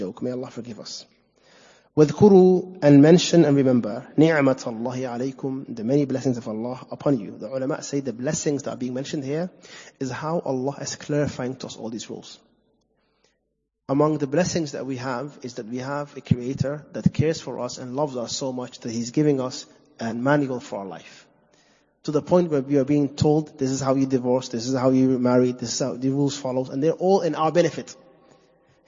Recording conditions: large echoing room